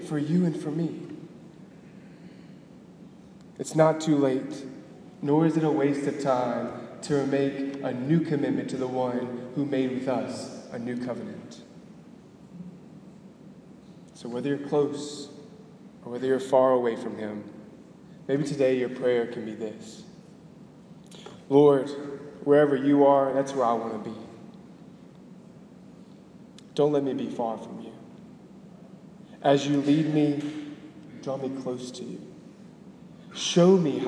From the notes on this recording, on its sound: At the Cathedral of the Nativity of the Blessed Virgin Mary in Biloxi, MS.